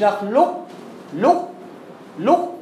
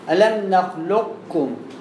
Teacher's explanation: ذهاب حرف القاف وبقاء صفة الاستعلاء ثم النطق بالكاف · Shown in: second take · لكن عشان نكون واضحين ما تتكش على القاف قوي مش نخلق · Term: الناقص